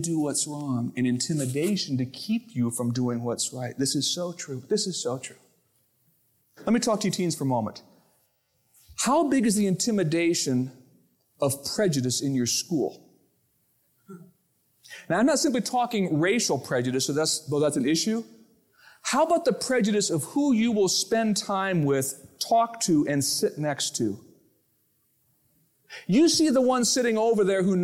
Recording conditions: large echoing room